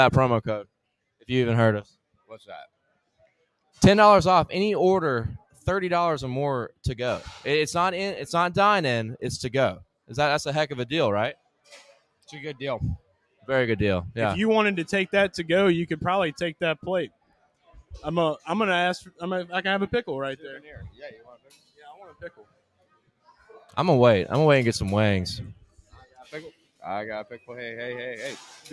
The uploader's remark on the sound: LIVE from Hooters in Pensacola Beach, FL